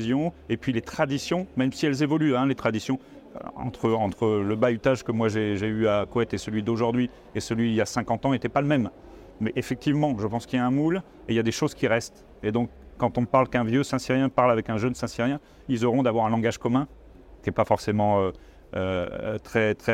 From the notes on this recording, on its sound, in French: Un épisode enregistré sur le salon Milipol à Paris.